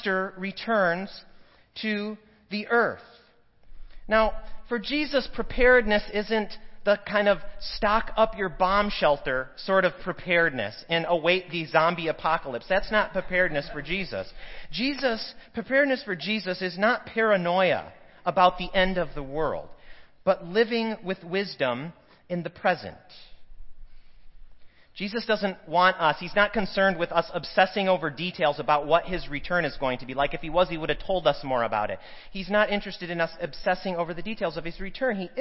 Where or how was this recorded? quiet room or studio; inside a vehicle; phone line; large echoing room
large echoing room